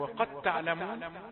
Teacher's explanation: الدال أدغمت في التاء إدغاما كاملا، لا يظهر صوت الدال · Term: إدغام كامل